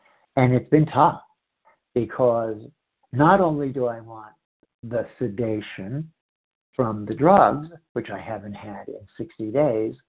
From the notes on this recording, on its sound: 100 Pounders Phone Meeting